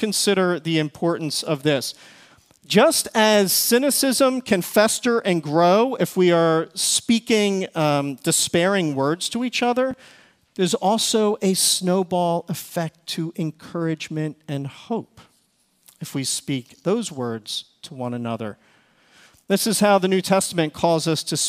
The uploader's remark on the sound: Recorded service from February 18, 2024.